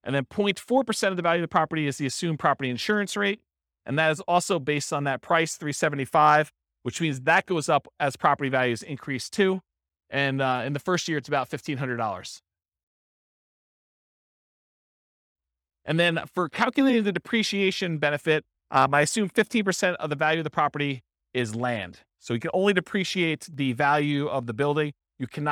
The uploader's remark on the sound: This was a live class recorded